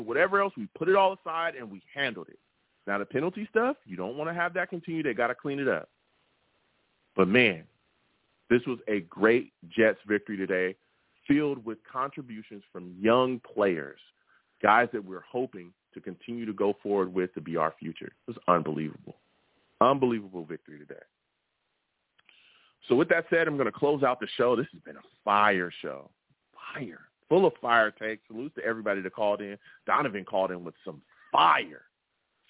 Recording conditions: phone line